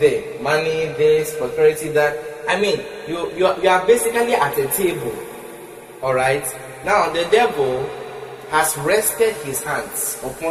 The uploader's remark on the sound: Preached at the CIAJ Conference 2023 at the Love Arena, Accra